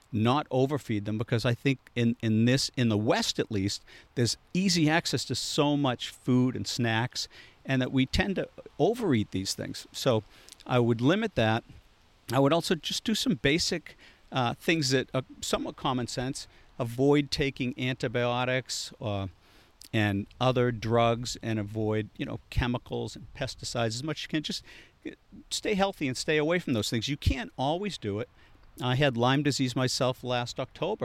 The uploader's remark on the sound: A live podcast recorded in his garden in Boston.